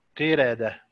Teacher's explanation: قردة فيها ترقيق الراء طبعا لورش لأن الراء جاءت مفتوحة وما قبلها مكسور